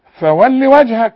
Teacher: وعند الوصل فولي وجهك اللام مكسوره فقط